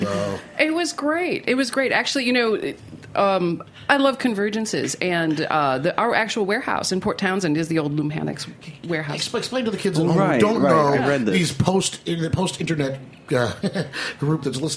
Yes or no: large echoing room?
no